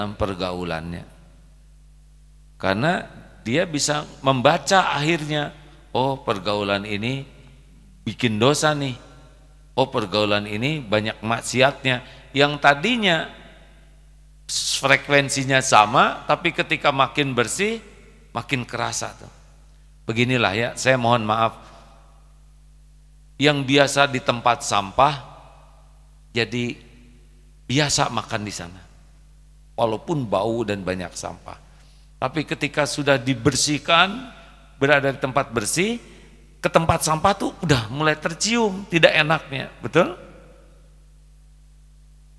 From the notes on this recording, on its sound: live dari Masjid Daarut Tauhid Bandung